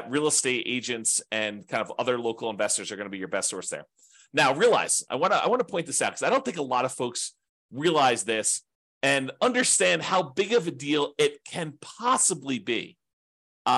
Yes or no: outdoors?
no